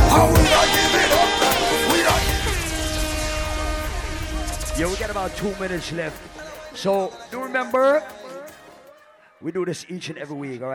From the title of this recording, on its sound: LIVE AT ISLAND SATURDAYS ON SEPT 29TH